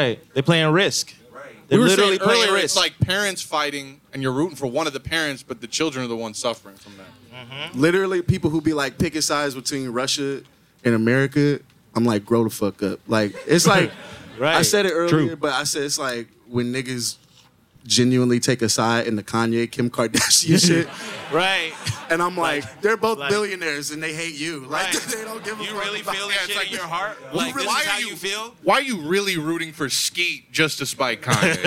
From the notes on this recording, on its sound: In Jaded Forum's debut LIVE episode. JADED FORUM is a series of private conversations, public discussions, live performances, and parties based in New York City.